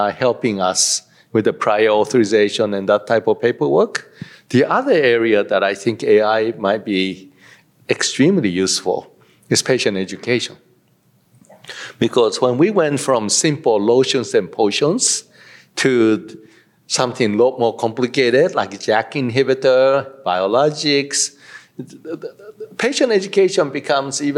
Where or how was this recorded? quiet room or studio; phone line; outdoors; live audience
live audience